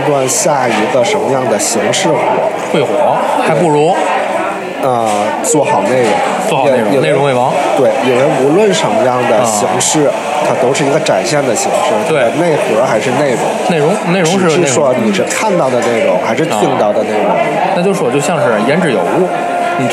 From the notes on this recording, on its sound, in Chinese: 所在地点：国内。本期和下集内容，都是在天津五大道的一家咖啡馆内开放性录制，用的就是天津话。